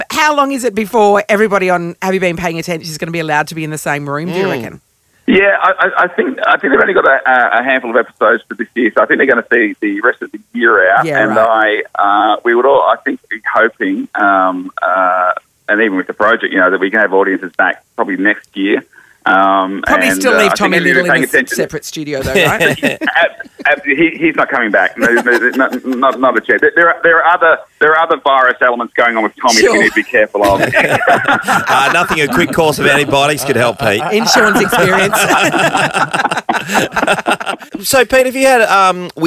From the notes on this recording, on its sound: called through